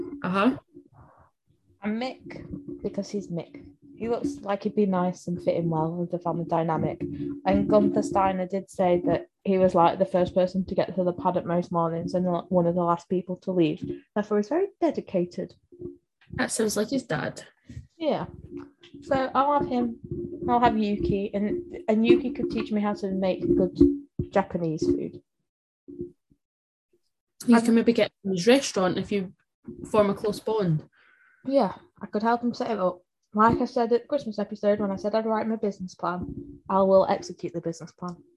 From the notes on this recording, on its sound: This edition is plagued with microphone issues so if you hear any odd noises that's why.